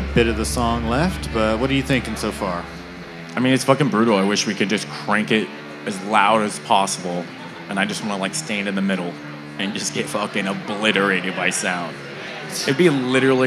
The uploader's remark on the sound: Taking over the stage of The Lost Well in Austin, TX on Mondays. Recorded Live at The Lost Well in Austin, TX on 6/28/2022.